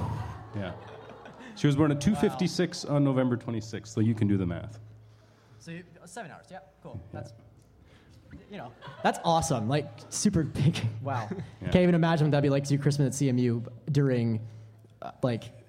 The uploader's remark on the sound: It's the second annual Wittenberg Live Christmas Gala Special! In addition to a several live acts by CMU students!